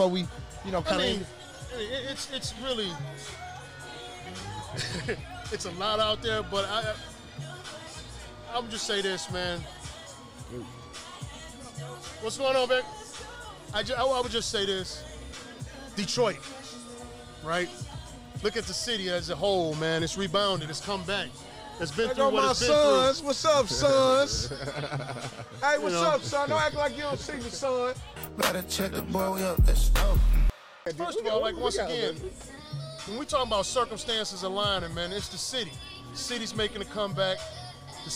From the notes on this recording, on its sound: Live from Sound Mind Sound Body.